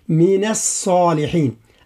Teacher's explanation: التفخيم هو يتعلق بالصاد فقط من لفظة الصالحين